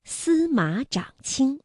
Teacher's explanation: 传》记载的通灵关道桥孙水以通琼都，这条开凿于西汉时期的灵关道就是其中的一条。一路走来，虽然已不见往来的商队、繁华的街市、忠诚的卫士，但通过古道上的印记，我们可以了解到这条古道作为当时中国与西方的商业道路，促进了中西方之间的了解和交流，也为沿途的村寨带来了新的生机。灵关道的开通打破了地域的限制，汇聚了八方来客，开辟了人类文明史上的大交流时代。那今天我们在节目开始留下的那句话，司马长卿便略定西夷，穷左冉盲，司余之君皆请为内臣，除边关，关易赤，西至漠若水，南至臧科为教，通灵关道，桥孙水以通琼都，环抱天子，天子大悦。我们注意到啊，像司马长卿，大家看，马长都是三声字上声字，那么我们说214加214连读要变调，那就这样读，马读二幺，不读214了。长也读21，因为后面呢还有一个一声字，所以我们读司马长卿。另外呢，像穷、左、染这样的一些字词呢是单